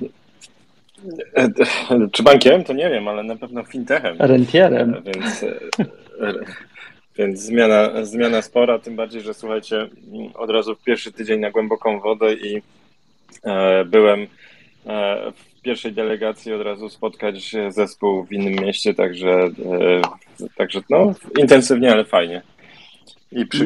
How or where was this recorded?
video call